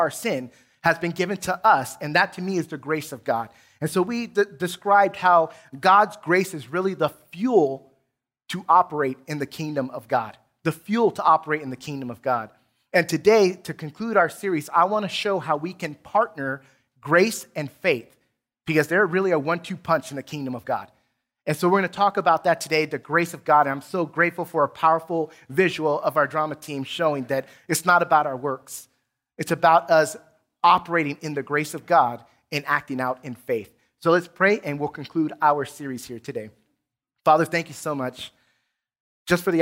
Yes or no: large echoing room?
yes